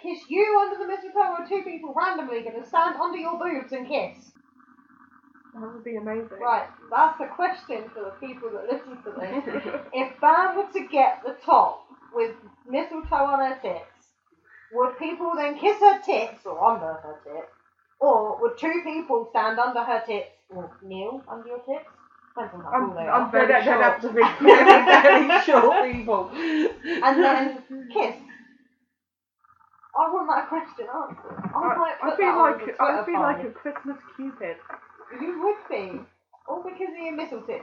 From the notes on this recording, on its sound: The One Where The Mic Broke. Audio Quality isn't the best because the mic broke.